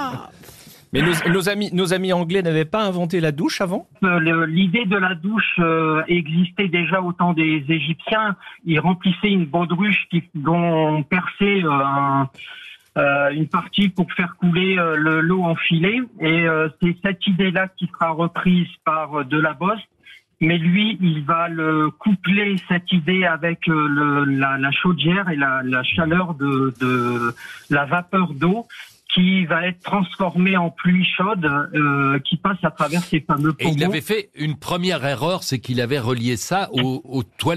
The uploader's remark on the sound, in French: LE COUP DE FIL DU JOUR